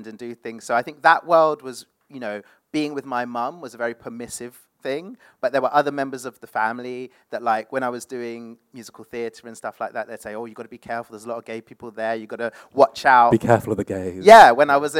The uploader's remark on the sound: Hosted a live panel discussion. Live Recording from 10 Sep 2022 as part of London Podcast Festival 2022 held at Kings Place.